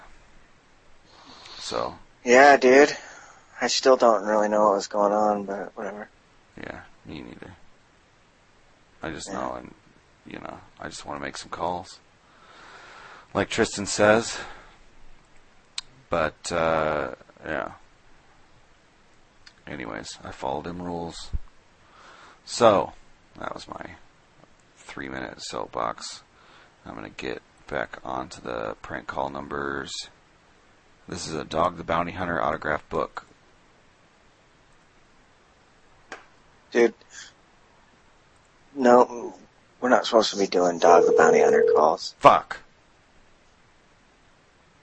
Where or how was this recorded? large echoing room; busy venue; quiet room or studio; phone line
phone line